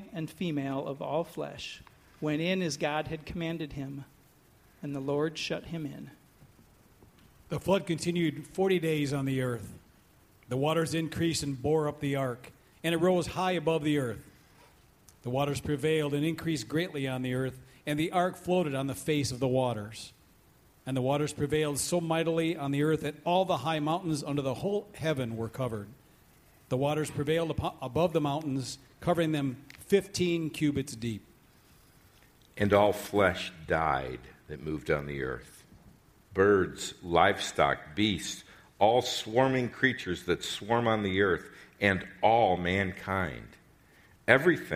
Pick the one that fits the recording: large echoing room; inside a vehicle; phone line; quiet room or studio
large echoing room